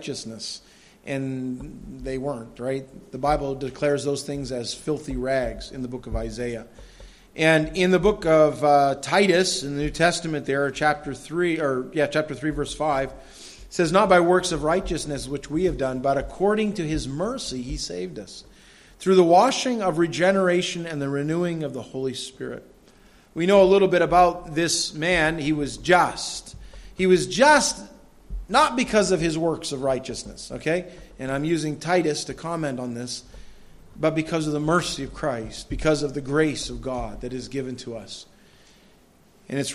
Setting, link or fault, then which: setting, large echoing room